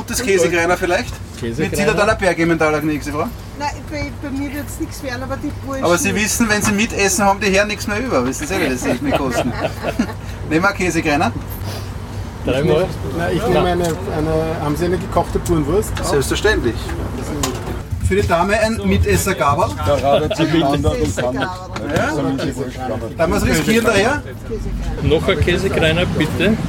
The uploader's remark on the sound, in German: Mit einer dreiteiligen Spezialreportage live vom Würstelstand „Zum scharfen René“ am Schwarzenbergplatz im ersten Bezirk in Wien!